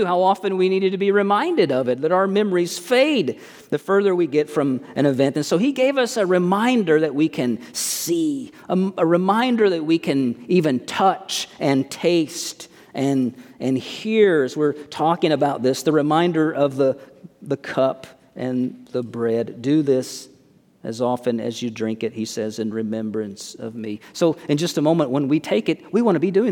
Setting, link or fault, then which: setting, large echoing room